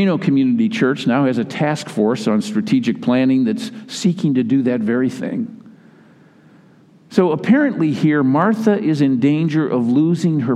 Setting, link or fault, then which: setting, large echoing room